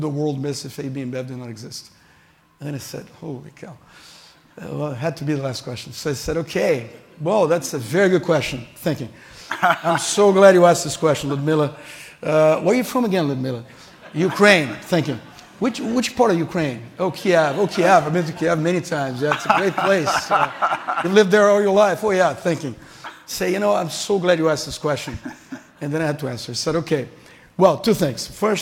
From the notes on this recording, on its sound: At this year's Annual Conference, Page welcomed to the stage